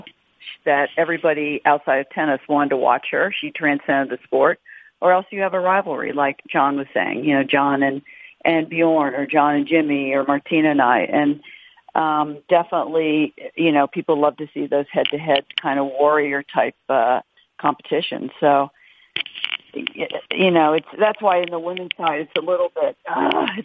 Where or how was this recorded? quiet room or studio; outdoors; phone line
phone line